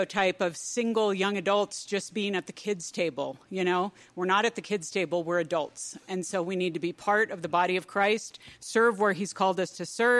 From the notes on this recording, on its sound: The Boundless team recently held a live event at Third Space Coffee in Colorado Springs. Joining us were three pastors from the area. We put mics in front of them. Over 80 young adults sipped coffee and listened.